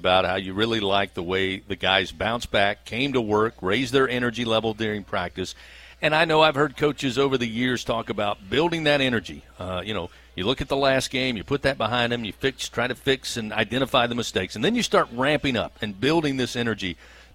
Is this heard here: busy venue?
yes